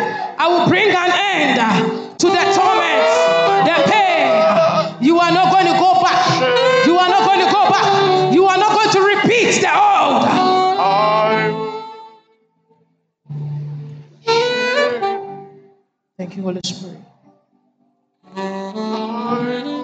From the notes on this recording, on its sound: Sermon preached at CBC, Adabraka Campus